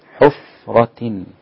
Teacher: الفاء ساكنة فقط مع همسها اللطيف